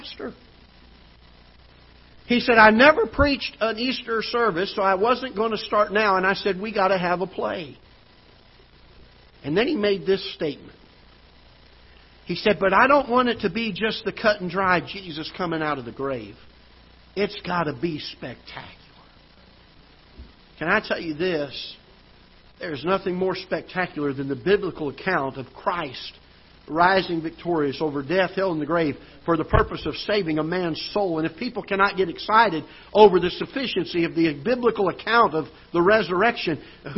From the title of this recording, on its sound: Ketha Heights Baptist Church ~ Live Broadcast